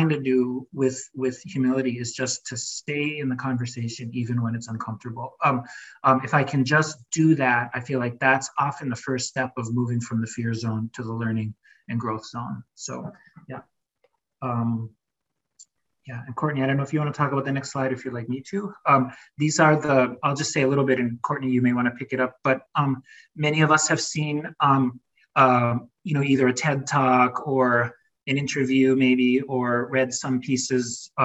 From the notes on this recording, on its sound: Note: Please note that this is an audio recording from a Zoom meeting and may include language not relevant to a podcast setting.